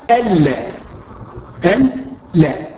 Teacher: أشهد بهمز أشهد أن وبعدها لا، النون الساكنة وبعدها اللام إدغام كامل بغير غنة